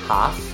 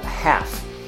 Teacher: Half can be pronounced in British English in a more open vowel sound · Shown in: first take